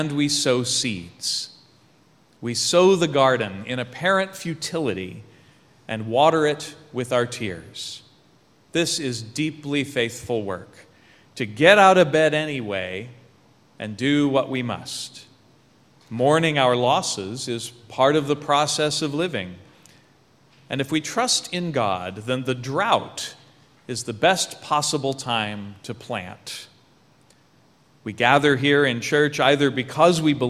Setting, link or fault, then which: setting, large echoing room